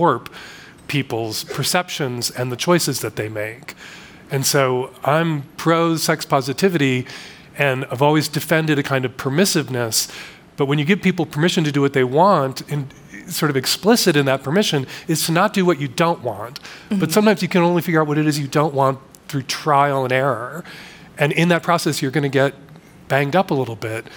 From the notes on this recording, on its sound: In this panel from the 2023 Aspen Ideas Festival. Moderates the conversation and carefully chooses questions from the audience.